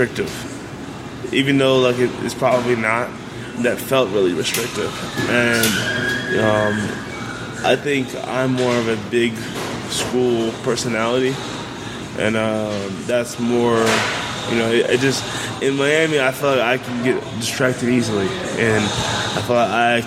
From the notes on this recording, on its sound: which was recorded at GQue BBQ